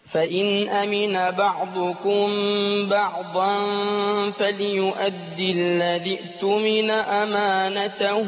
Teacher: بعضا قلنا هنا التنون بعد الفاء اخفاء، ماشي. واتفقنا ان الفاء بتخرج من بطن الشفه السفلى مع الثنايا العليا